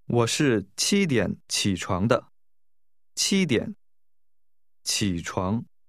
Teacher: Notice the difference between to get up, 起, pronounced with a falling, rising tone, and the number 7, 七, which has a high level tone